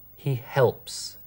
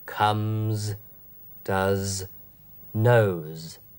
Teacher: Ein gesummtes, sogenanntes stimmhaftes S. · Shown in: second take